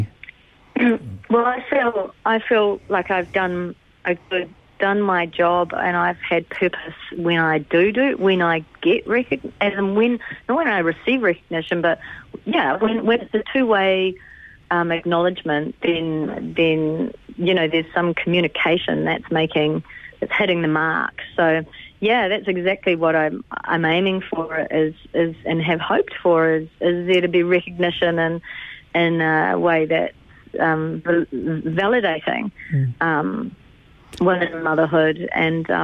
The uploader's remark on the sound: LIVE on the line